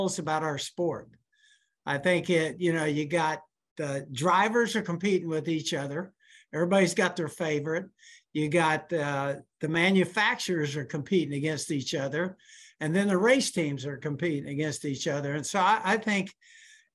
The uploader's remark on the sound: met with reporters via Zoom